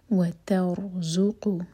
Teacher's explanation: را ساکن ہیوی ہوگا کیونکہ اس سے پہلے ہے فتحہ اور ز بزنگ ساؤنڈ کے ساتھ اور قاف حلق سے